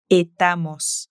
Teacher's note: estamos pierde el sonido de la primera S